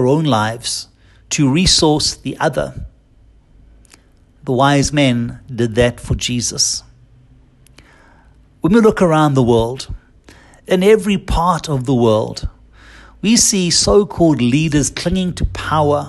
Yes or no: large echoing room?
yes